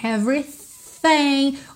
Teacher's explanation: O TH aqui não tem vocalização, só arzinho.